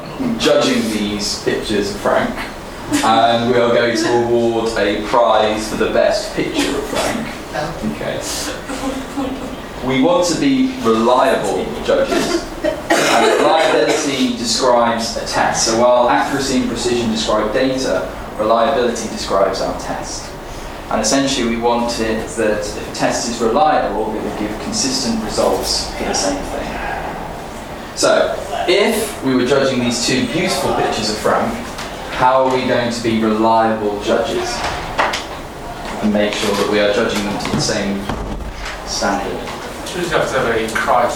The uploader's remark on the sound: This is the live recording of the eleventh #UnblindingResearch session.